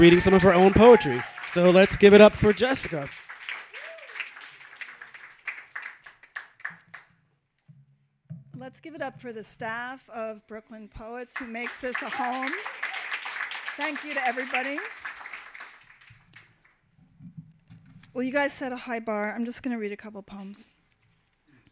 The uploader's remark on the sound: Brooklyn Poets Yawp open mic